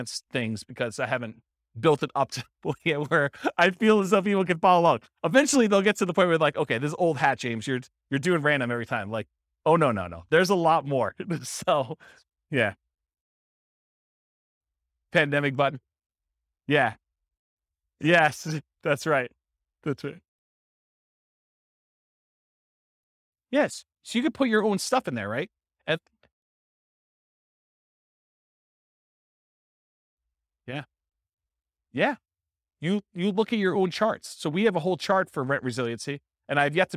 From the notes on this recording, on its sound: This was a live class recorded